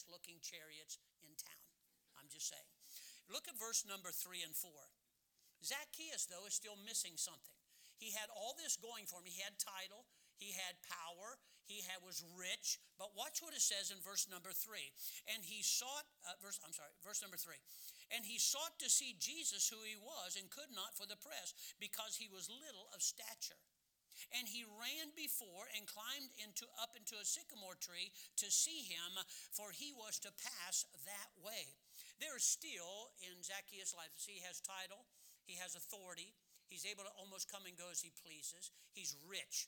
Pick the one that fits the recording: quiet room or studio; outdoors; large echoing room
large echoing room